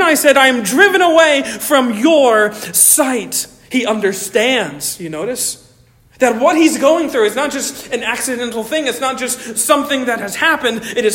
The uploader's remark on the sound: Originally delivered on 27 August 2023 at Stonington Baptist Church, Paxinos, PA. At Stonington Baptist Church, Paxinos, PA.